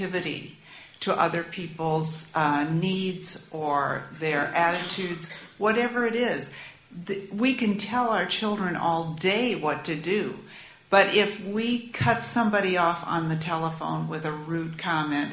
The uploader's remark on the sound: This community forum explored. Panelists and audience members discussed.